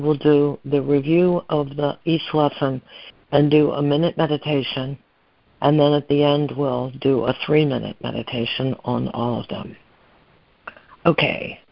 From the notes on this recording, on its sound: ACIM Daily Conference Call.